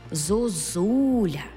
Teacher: Отже, наша «о» буде наближеною до «у». Бо наступний склад є наголошеним складом з «у».